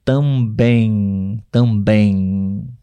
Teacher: O M no final das palavras nós não pronunciamos com os lábios tocando um no outro